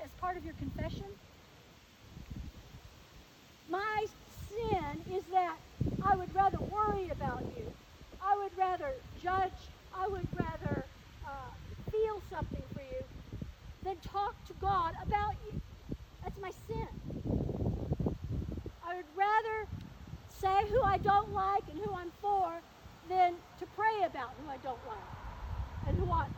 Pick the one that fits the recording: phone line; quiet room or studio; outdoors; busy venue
outdoors